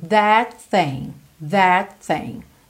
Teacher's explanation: entre o that e o thing, a gente não vai ter esse T do that, o T final, ok? A gente já vai ligar tudo.